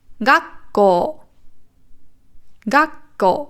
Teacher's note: Also hier ist die Betonung auf dem Ga und auf dem Ko.